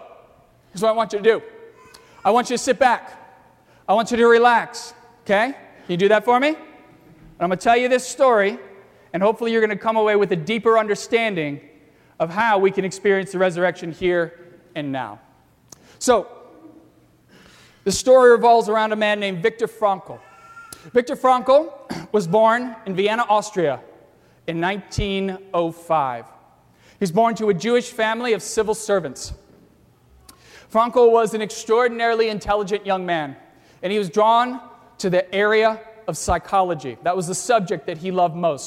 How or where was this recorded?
large echoing room